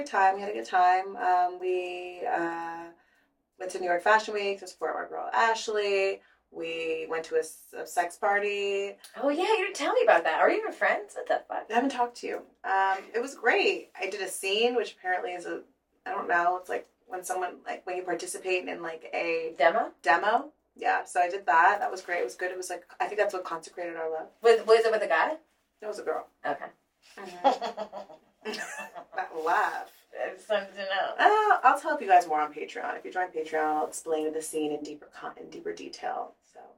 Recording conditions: poor sound quality